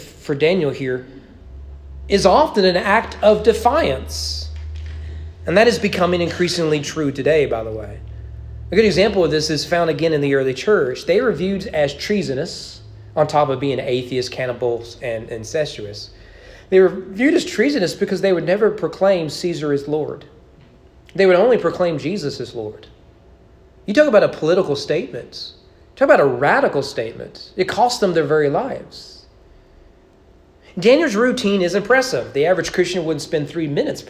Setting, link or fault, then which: setting, large echoing room